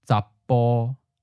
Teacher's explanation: because 보 for male begins with a voiceless B spelled P, your vocal cords have to stop vibrating for a split second between two vowels. By the way, all vowels are naturally voiced, since your vocal cords need to vibrate to make a vowel sound. · there's a slight pause and the voicing cuts off.